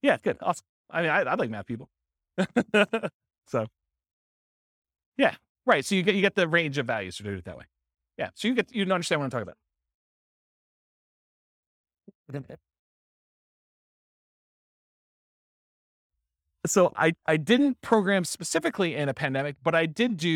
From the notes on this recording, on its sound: This was a live class recorded